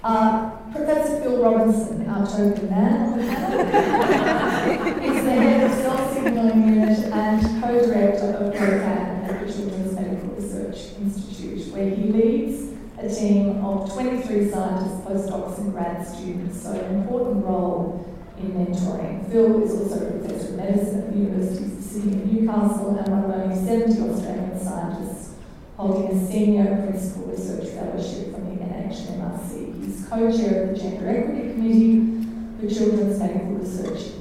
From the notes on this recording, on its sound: This event was held on Monday 11 February 2019 at the Westmead Education and Conference Centre in Westmead Hospital.